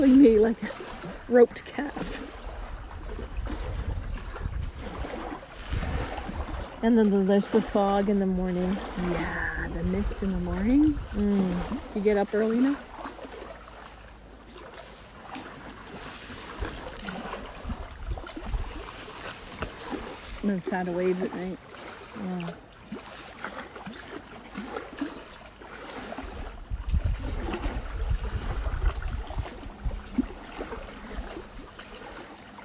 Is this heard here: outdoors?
yes